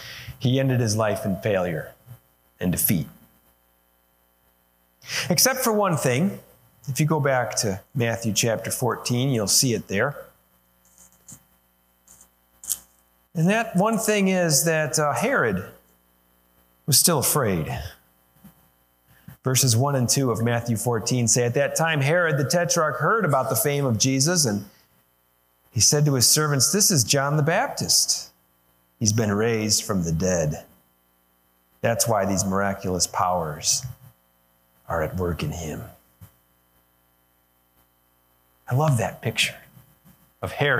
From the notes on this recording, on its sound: Sermon recorded live at Holland FMC, located in Holland, Ohio, USA.